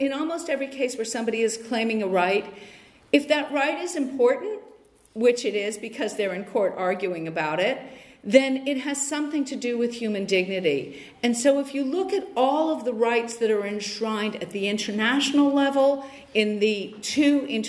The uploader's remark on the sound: Lecture on the conference "70 years: no peace with NATO" by Rosa-Luxemburg-Stiftung in Frankfurt, Germany, March 31 2019